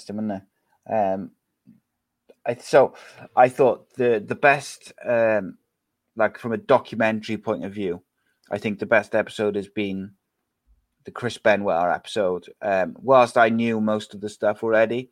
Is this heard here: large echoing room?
no